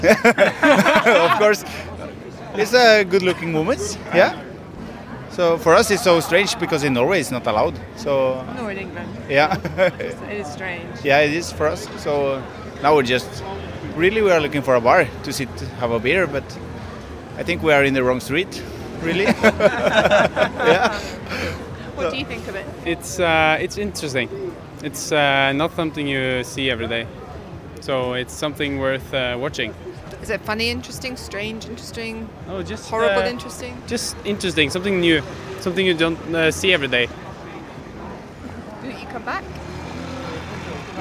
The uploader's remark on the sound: Stories about growing up and ambition recorded on a dark and busy night in Amsterdam’s Red Light District.